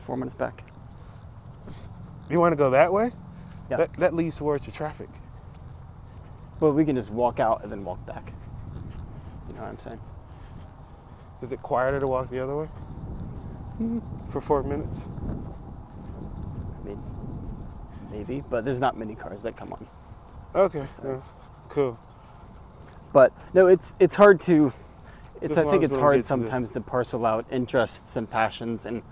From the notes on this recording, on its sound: In this episode I have a walk and talk